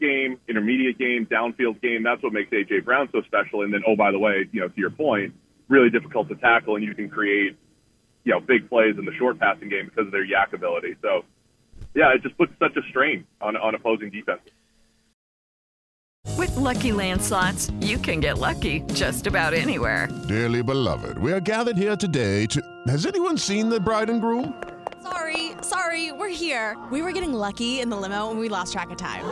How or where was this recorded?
phone line